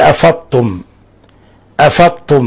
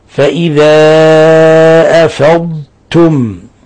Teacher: نظهر ونفصل بين الضاد اللي هي حرف استعلاء وحرف يعني مفخم، وبين التاء التي هي حرف مرقق · Shown in: second take · حرف استيفال. · Term: الإظهار